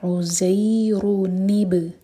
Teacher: تو نون سکون کا جو ساؤنڈ ہے وہ کسرہ لے گا اور پھر آگے کنیکٹ کریں گے